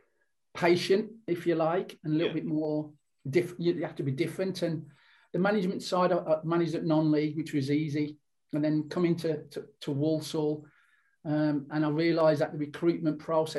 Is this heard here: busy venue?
no